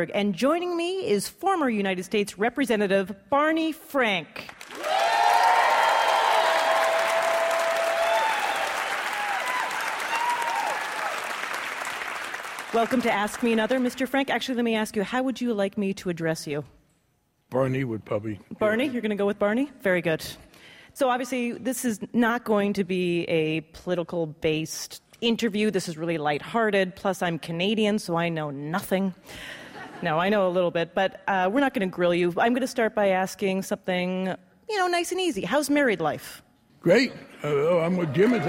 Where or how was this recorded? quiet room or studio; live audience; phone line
live audience